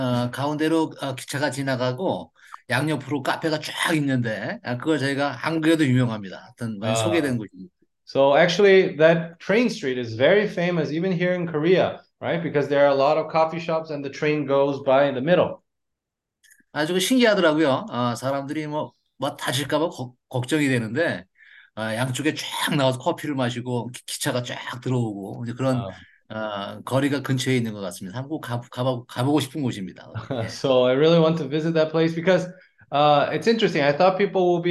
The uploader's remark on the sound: zoom meeting